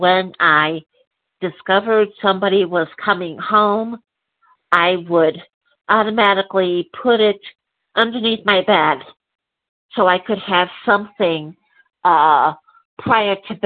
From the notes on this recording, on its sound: 100 Pounders Phone Meeting, 2/11/23